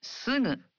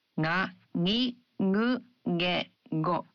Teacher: But for other syllables, such as sugu, you pronounce the gu sound as a nasal. · Shown in: first take · Term: voiced nasal